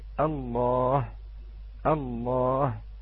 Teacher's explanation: وثم سكنت هذه اللام على أصلها أنها لام التعريف، ولكن نقول باختصار أن هذه الهمزة حذفت فأدغمت اللام في اللام الثانية فأصبحت الله، الله.